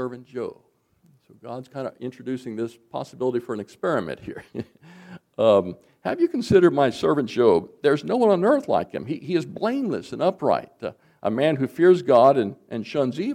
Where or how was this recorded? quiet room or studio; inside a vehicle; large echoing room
large echoing room